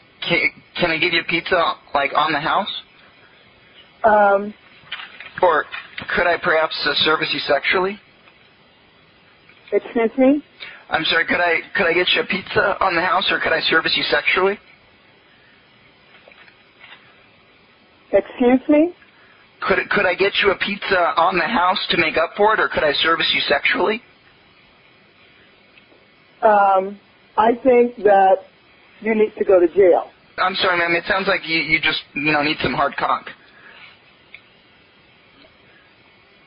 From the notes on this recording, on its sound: …'s Personal Prank Phone Calls Collection.